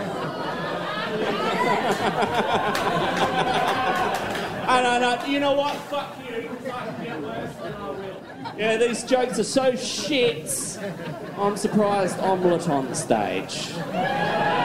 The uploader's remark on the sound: live from The Miley Lounge